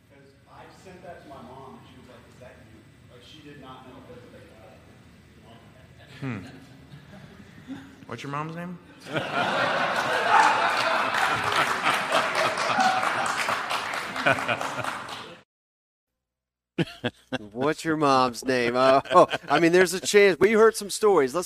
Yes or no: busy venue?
yes